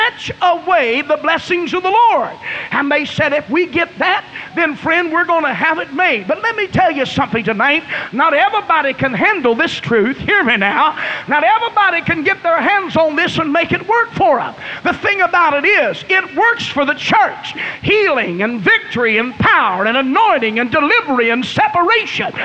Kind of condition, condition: setting, live audience